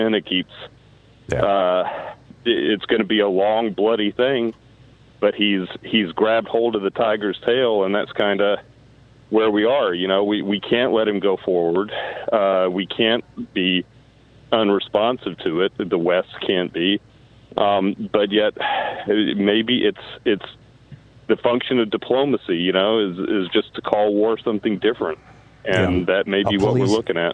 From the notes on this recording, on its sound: Progressive National Town Hall meeting. Listeners call.